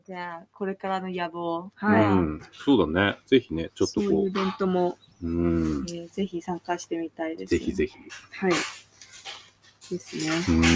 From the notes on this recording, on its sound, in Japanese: 今回は田沢湖刺巻ののどかな里山風景を眺めながら、贅沢な収録を行いました。